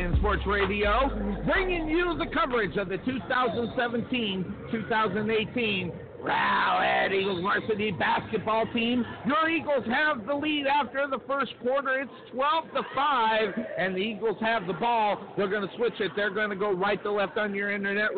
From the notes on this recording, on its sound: Rowlett Eagles vs Richardson Eagles Live From Richardson Texas - Texas State basketball Play-by-Play!